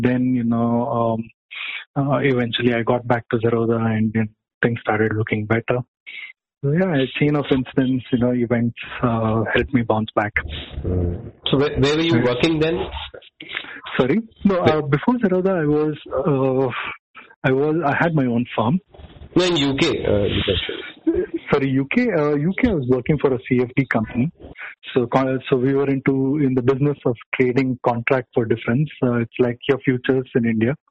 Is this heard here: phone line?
yes